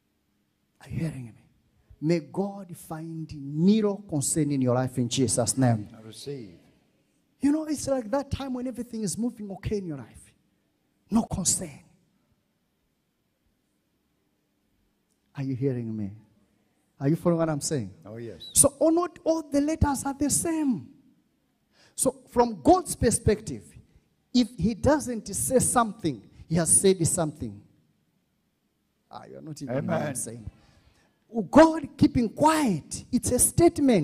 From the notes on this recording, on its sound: This episode was extracted from our Live Church Service on 28_02_2021